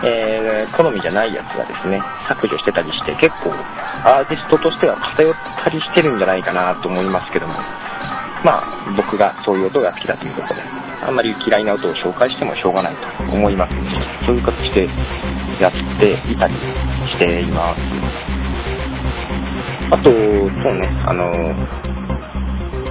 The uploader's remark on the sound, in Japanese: ポッドキャストの録音は外出時がほとんど